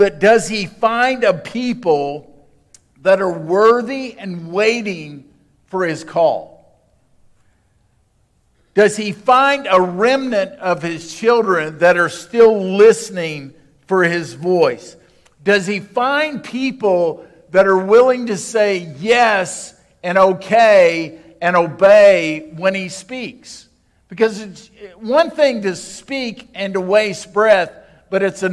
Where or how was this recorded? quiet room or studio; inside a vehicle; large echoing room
large echoing room